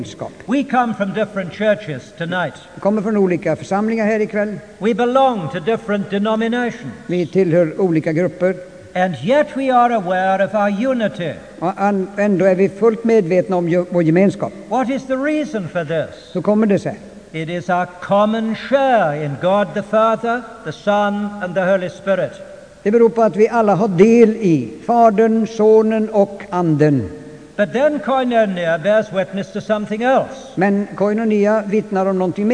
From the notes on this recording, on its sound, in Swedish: Inspelad i Immanuelskyrkan, Stockholm 1992-05-23 klocka 19.